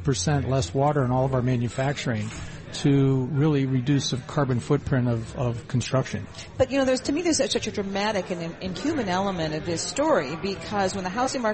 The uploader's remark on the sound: Broadcasting Live from the Bloomberg Breakaway Summit in NYC.